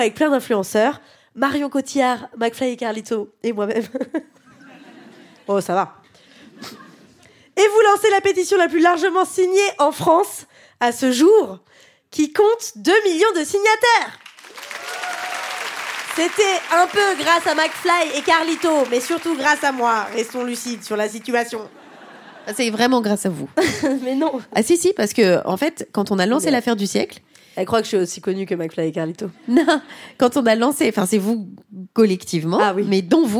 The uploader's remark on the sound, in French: Captation réalisée au Cabaret Sauvage.